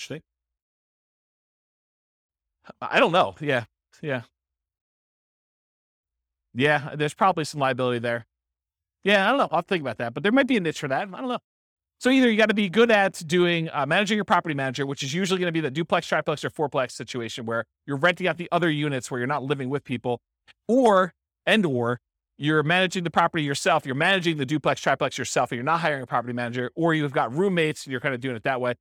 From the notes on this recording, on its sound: This was a live class recorded